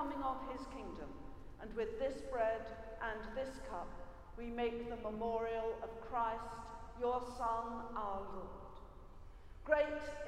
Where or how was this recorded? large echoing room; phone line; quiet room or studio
large echoing room